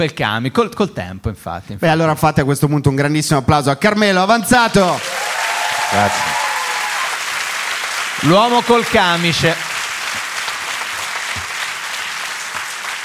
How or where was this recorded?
live audience